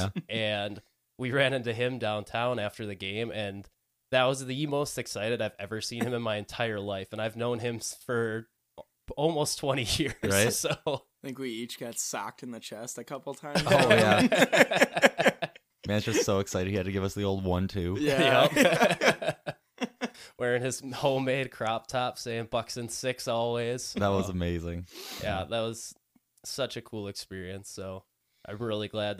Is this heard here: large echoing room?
no